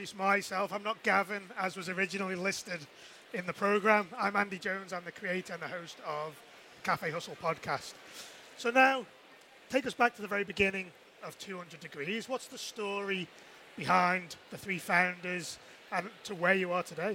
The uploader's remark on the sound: which took place back in September, live at Lunch!